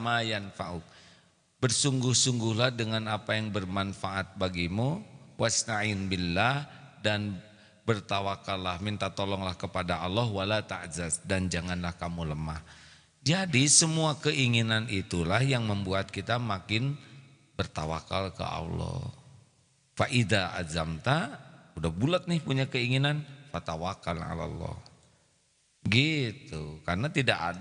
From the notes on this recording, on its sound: LIVE dari Masjid Daarut Tauhiid Bandung